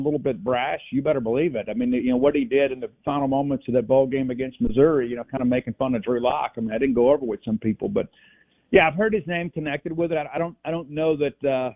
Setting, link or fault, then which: link, phone line